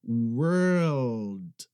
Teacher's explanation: Presta atenção que o L na minha língua, ele sobe, tá? A minha língua, para fazer o L, ela sobe até tocar o céu da boca